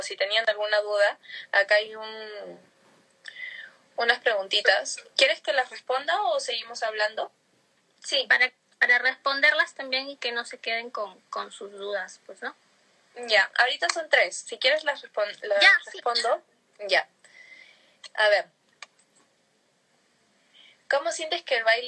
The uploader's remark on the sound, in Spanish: el audio del Instagram Live